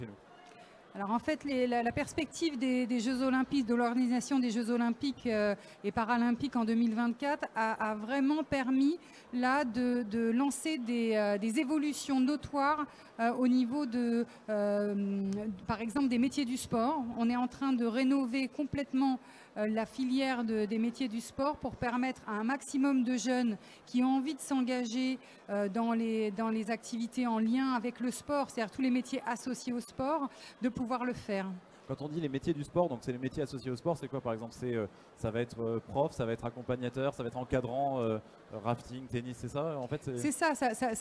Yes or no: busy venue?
yes